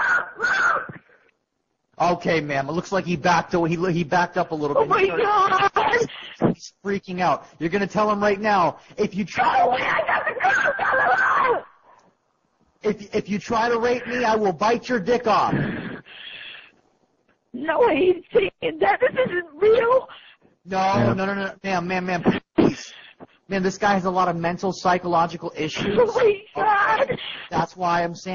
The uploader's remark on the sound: Prank Phone Calls